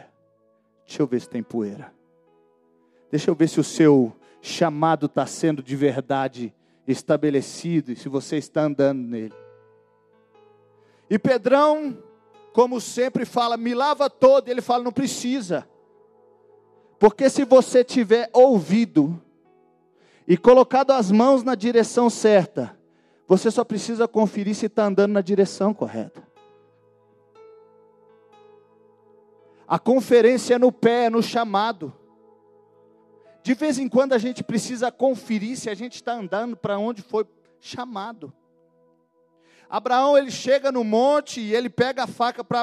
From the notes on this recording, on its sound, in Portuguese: Gravado em: 01 de Fevereiro de 2020 no culto de celebração na Igreja Batista da Paz em BH